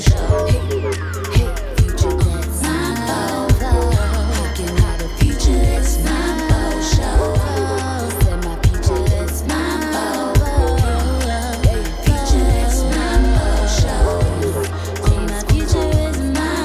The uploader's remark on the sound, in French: En direct du Crossroads Festival